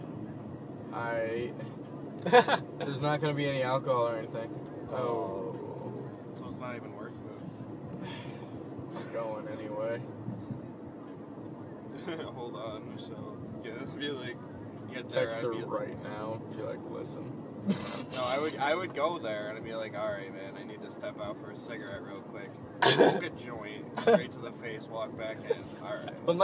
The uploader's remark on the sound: It's dangerous to a microphone in this car.